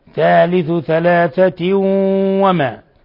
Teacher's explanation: تنوين كسر جاء بعدها الواو إضغام بغنة